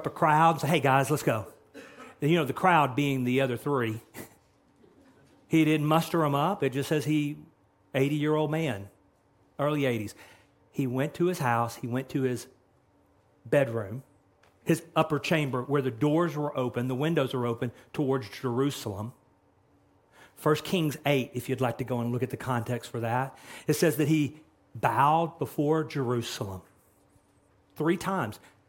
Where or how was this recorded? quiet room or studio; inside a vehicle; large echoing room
large echoing room